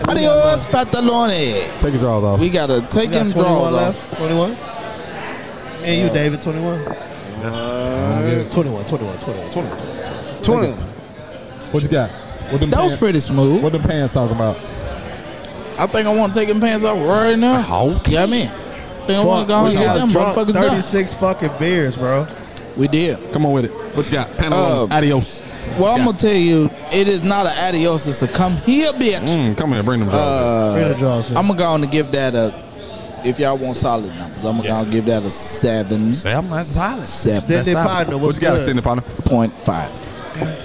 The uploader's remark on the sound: Today we are live at The Casual Pit.